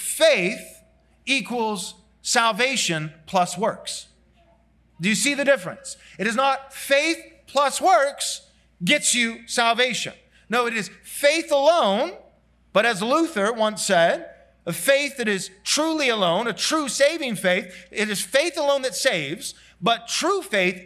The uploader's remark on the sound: This sermon was preached at Covenant Bible Church